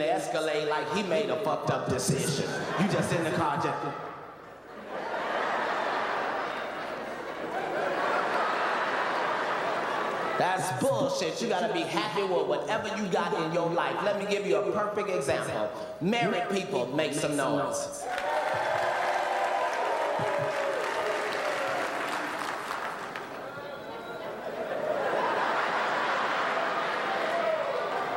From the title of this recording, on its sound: LIVE! - CINCINNATI - FULL CONCERT